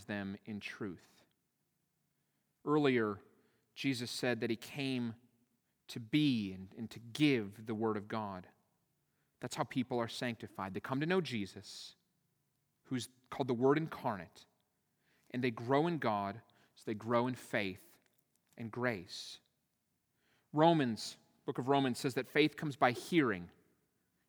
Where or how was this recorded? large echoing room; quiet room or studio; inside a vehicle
large echoing room